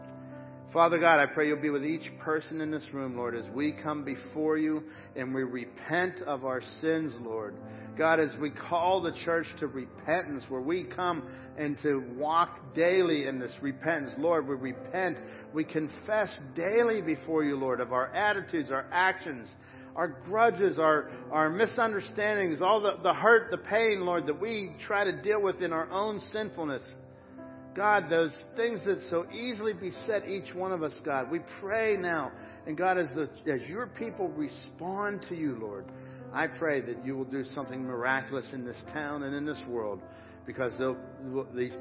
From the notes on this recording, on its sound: Crossroad Ministries Live Service